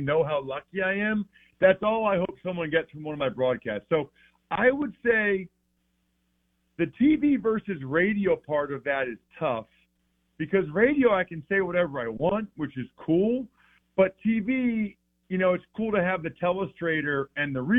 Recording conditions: phone line